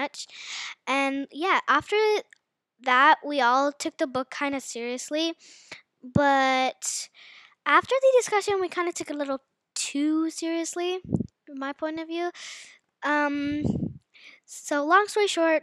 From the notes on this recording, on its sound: sorry if the mic quality is bad because we're just beginners